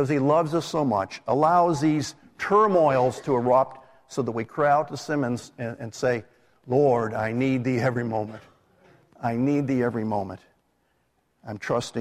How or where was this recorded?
large echoing room